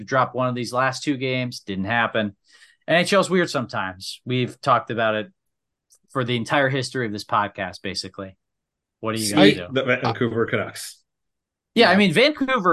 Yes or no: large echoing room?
no